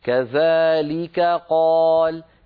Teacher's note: والكاف والقاف مخرجهما قريب من بعضه، فعلينا أن نبين الكاف مرققة والقاف مفخمة. هكذا كذلك قال ليك قال، فلا يخرج النطق كأنه كافان أو كأنه قافان.